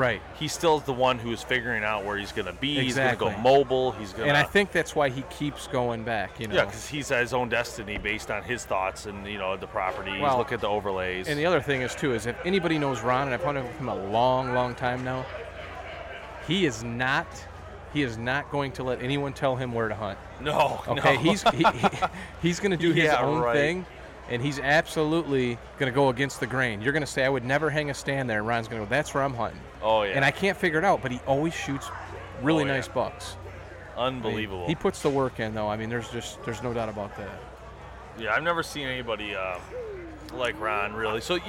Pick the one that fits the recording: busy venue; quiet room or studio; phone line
busy venue